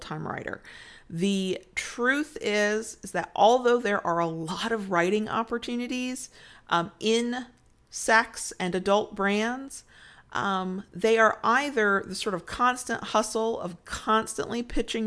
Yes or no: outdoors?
no